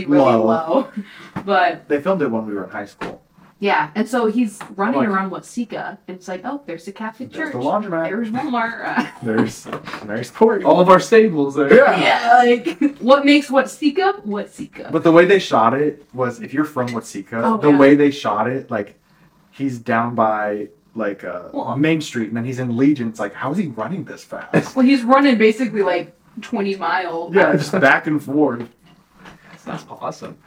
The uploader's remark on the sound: First off id like to apologize for the sound quality, forgot to record with the mic